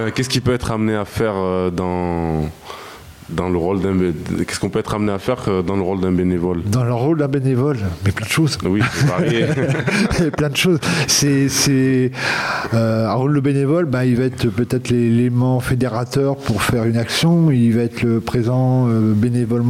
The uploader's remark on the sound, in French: Voix Croisées - Marseille. Emission enregistrée à l'atelier de mars le 3 juin 2023, à l'occasion des 6 ans de La Cloche Sud dans le Panier.